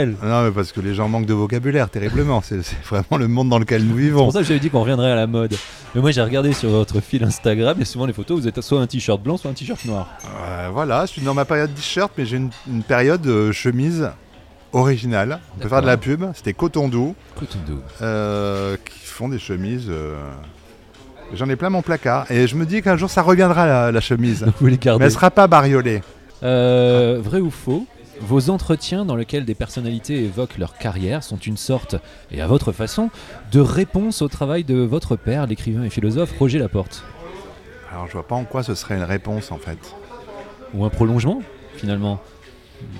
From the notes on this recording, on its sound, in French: Enregistré au bar Les Ondes, 2 avenue de Versailles à Paris (16e).